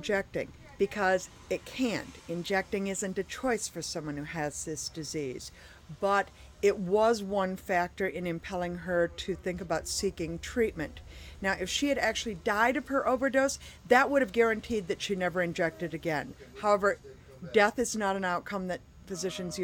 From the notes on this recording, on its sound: In this story, produced in 2003. Spent an evening in the van talking with health workers and heroin users about their experience with the drug.